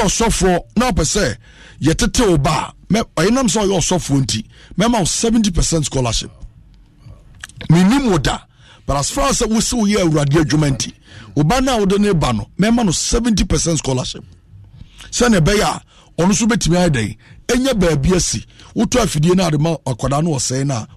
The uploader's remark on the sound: Live worship/prayers